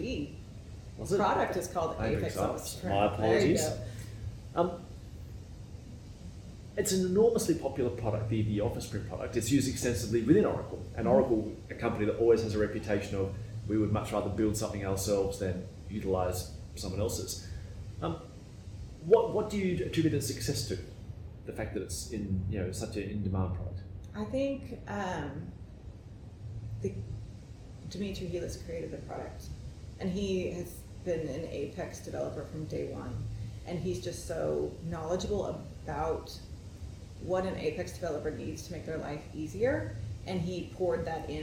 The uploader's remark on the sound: I caught up with her at the Kscope22 conference in Dallas Texas